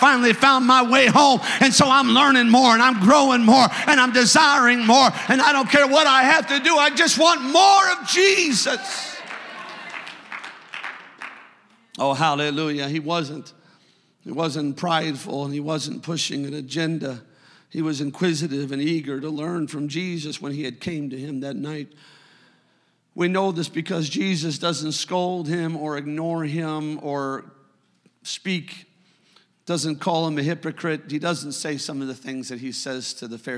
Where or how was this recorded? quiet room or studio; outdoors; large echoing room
large echoing room